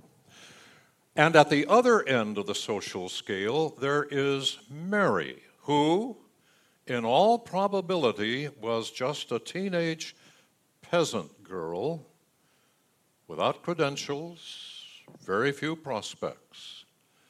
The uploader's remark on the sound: Delivered during the Contemporary Worship Service. San Marino Community Church.